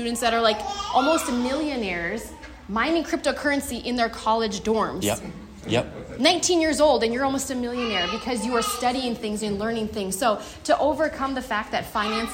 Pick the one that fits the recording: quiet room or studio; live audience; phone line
live audience